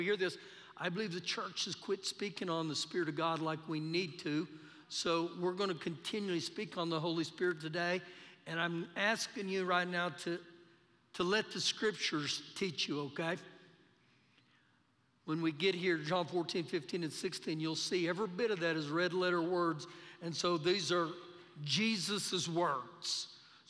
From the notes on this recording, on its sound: Recorded live during our Sunday morning service.